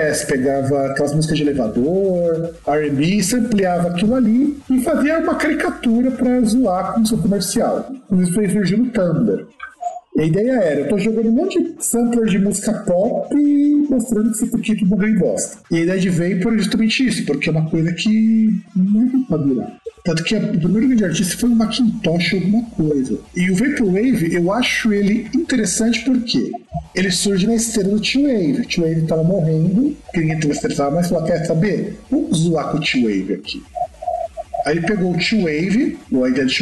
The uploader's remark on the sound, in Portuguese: AVISO: A qualidade do áudio está meio merda por motivos técnicos.